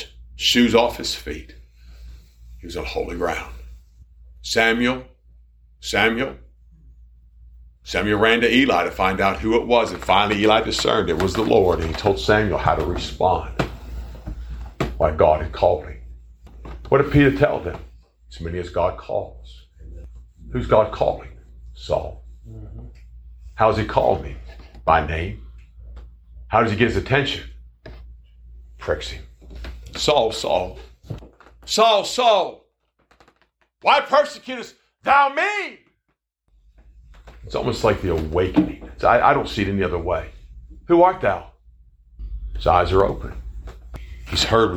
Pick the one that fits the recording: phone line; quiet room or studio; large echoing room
large echoing room